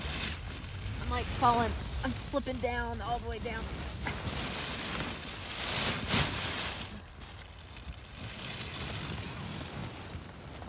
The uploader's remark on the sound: we are recording from our tent in the middle of the CO frozen backcountry ON the Colorado Trail